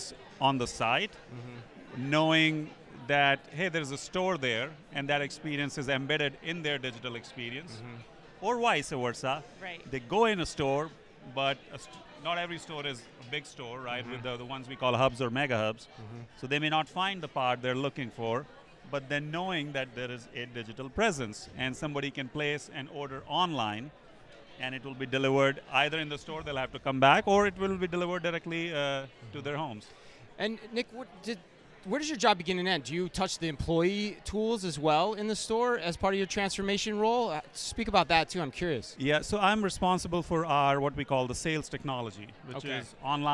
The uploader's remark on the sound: Live From eTail